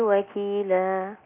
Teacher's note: وكفى بالله وكيلا، ما فيهاش ولا غنة، إذا لا أذهب إلى مخرج الغنة، خليني في نفس المخرج، مخارج الحروف المعروفة من الفم.